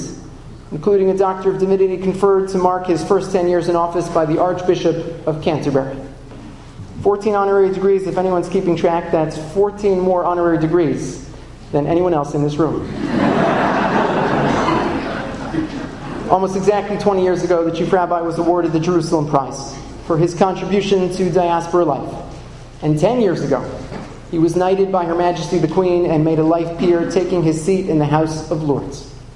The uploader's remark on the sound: Keynote address at The Jewish Center in New York. This lecture was delivered as part of his engagement with Yeshiva University.